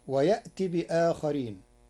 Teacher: قرأ ورش ويأتي بآخرين بإبدال همزة يأتي حرف مد تخفيفا. أما كلمة آخرين فله في البدل 3 أوجه: قصرا وتوسطا ومدا، ولكن القارئ اختار التوسط 4 حركات.